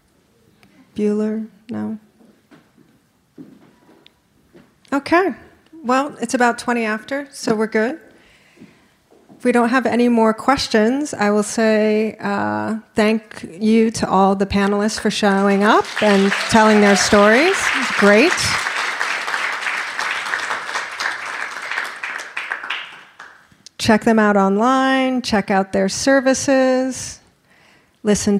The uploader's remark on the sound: General Assembly NYC. A robust Q&A from the live audience.